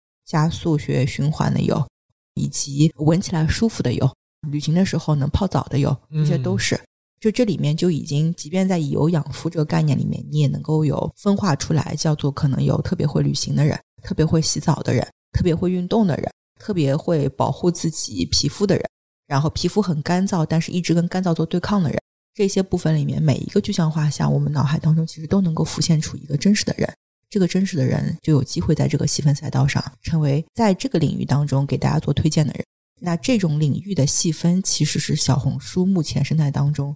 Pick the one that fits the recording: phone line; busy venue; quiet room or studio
quiet room or studio